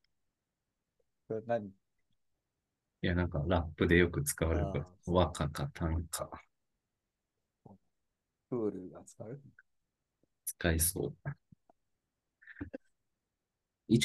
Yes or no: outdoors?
no